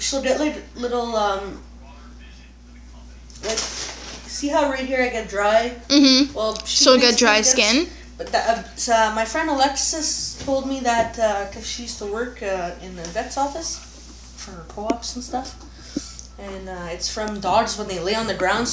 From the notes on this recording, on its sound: not the right mic but will get one soon